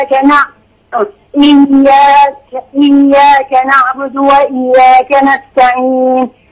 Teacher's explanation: شددي على الياء لا تخفي فيها